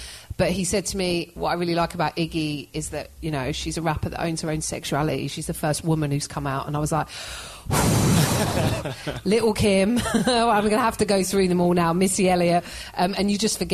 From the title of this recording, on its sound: Live at Larmer Tree Festival